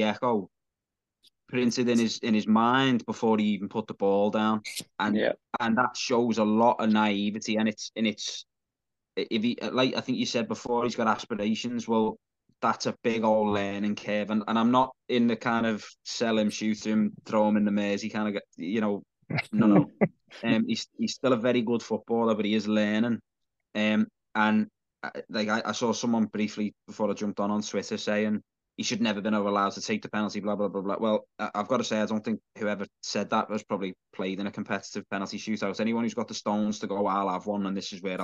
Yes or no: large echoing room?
no